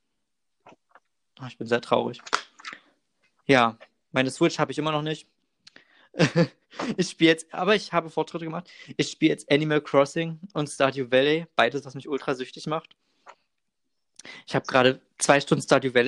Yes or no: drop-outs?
yes